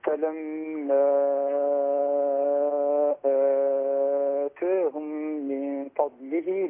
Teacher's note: مد البدل أربع حركات